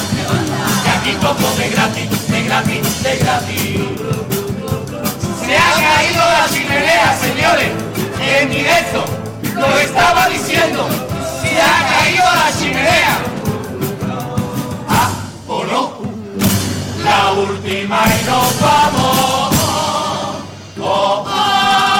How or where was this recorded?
live audience